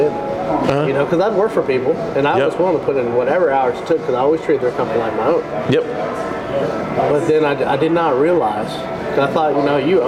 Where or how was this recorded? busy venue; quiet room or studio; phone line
busy venue